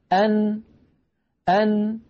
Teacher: أن كيف خرجت هذه النون الساكنة؟ خرجت بقرع طرف اللسان لما يحاذيه من غار الحنك الأعلى